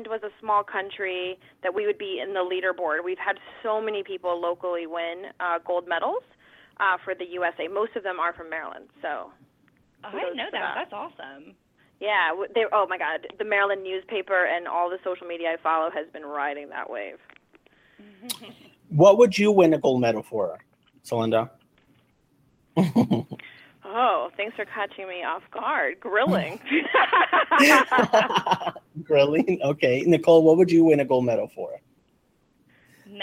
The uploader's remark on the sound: They will also have the phone lines open to callers who want to strike up a spark.